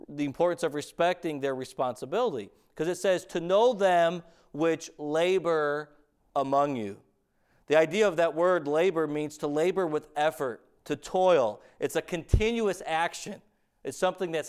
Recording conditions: large echoing room